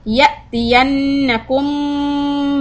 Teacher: The hamza with the sukoon, ya', give a little hiccup.